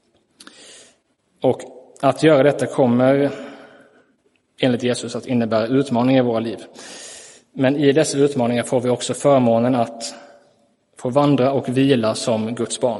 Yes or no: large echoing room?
yes